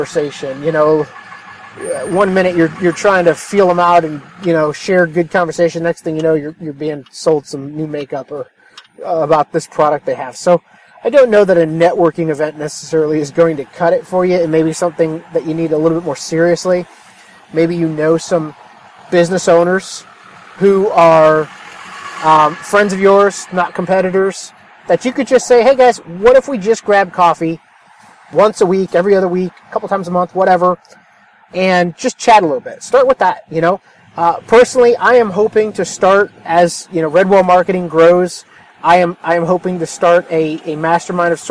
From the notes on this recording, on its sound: A short podcast I recorded while driving home from a mastermind meeting. I was stuck in traffic and decided to record while the topic was fresh on my mind. The audio might not be great but it is raw and right from the heart.